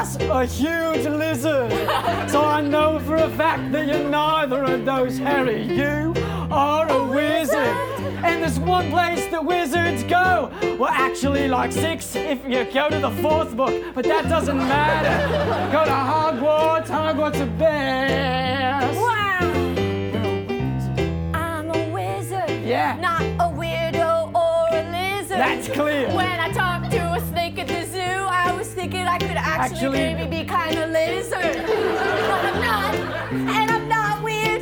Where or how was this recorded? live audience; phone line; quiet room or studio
live audience